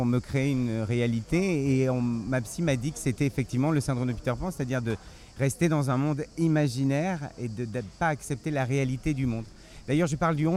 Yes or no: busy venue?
yes